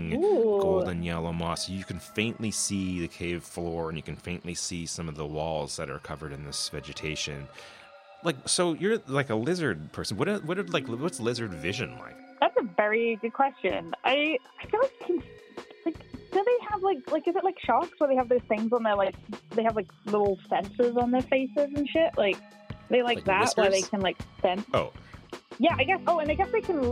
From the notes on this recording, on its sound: Is a 1-on-1 1970s D&D style roleplaying game played over the telephone.